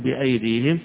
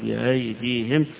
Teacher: كذلك إذا وقف عليها حمزة غير يسهل فيها أو يحقق، الجمهور يحققون بأيديهم، عند حمزة يقف عليها بالتسهيل ويقول بأيديهم، يعني بتحويل الهمزة هنا إلى بين الهمزة وبين الألف، بين الاثنين فيها تسهيل · Shown in: second take · يعني كأنه ينطقها من آخر الحلق يخرج بأيديهم.